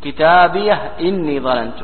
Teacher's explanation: فسكنوا الهاء وحققوا الهمزة